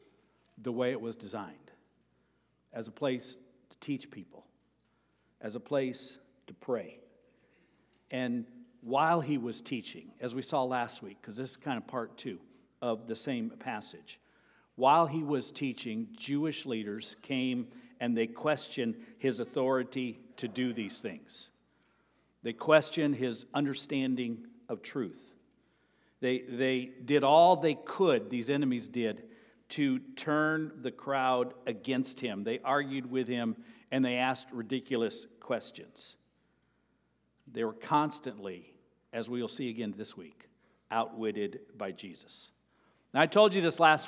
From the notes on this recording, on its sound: Sermon preached on April 30, 2023, at Avondale Baptist Church.